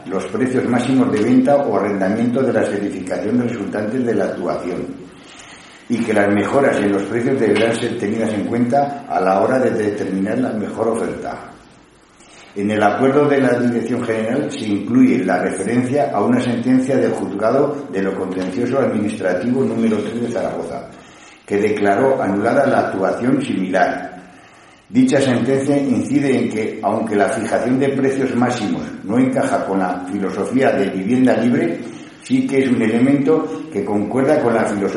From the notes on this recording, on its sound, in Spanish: Sesión Ordinaria del Pleno del Ayuntamiento celebrada en el Salón de Actos del Ayuntamiento de Cella (Teruel)